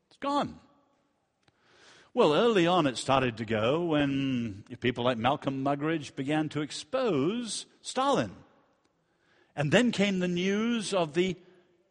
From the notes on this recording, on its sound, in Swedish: Inspelad vid Apologiakonferensen i G&#246;teborg f&#246;rmiddagen 2012-09-29 session 2.